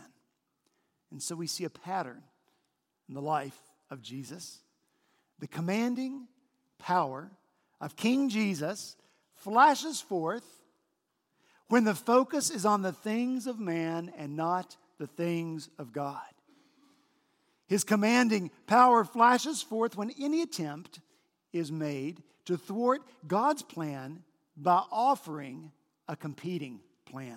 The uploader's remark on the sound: On Palm Sunday last week at Redeemer Presbyterian Church in Charleston, SC